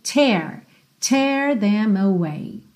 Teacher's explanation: Atenção à pronúncia desse verbo tear, ok? Como se fosse um E com acento agudo. E o T aqui tem aquele t, t, arzinho saindo, ok?